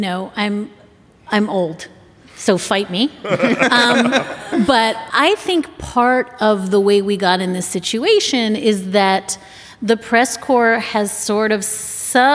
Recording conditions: live audience